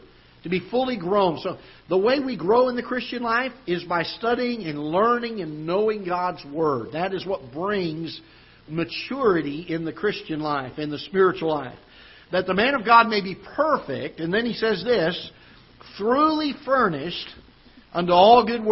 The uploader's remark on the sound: Ketha Heights Baptist Church ~ Live Broadcast